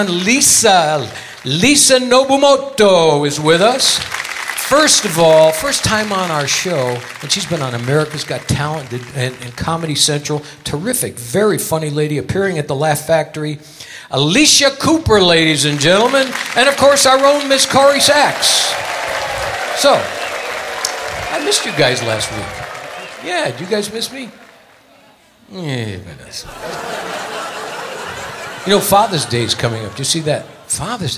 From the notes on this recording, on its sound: Live at the SouthPoint Casino